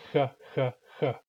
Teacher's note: If a K sounds like ka, ka, ka, front X sounds like ha, ha, ha. So I'm making frication at the same position as a K, and I'm not stopping the airflow. K involves a brief moment of silence because it's a plosive, whereas ha involves continuous airflow. · Term: spirant version of K